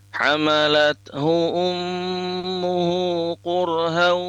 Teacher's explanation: Bunyi nunnya dimasukkan ke huruf berikutnya yaitu huruf waw. · Term: idgham bighunnah